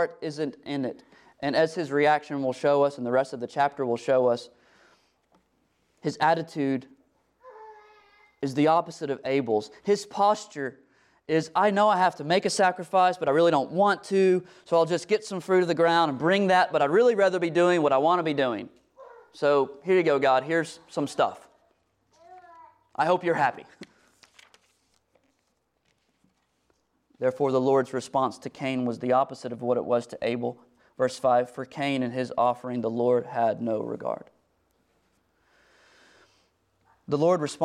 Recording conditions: large echoing room